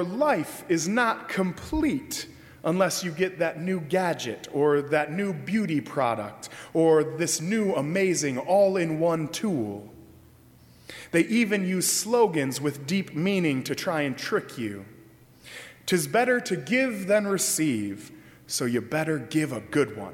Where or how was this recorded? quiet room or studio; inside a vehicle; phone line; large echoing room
large echoing room